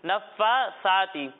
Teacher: سا میں سیٹی کی آواز نہیں آئے گی، ٹھیک ہے؟ نفاثاتی نہیں، نفاثاتی۔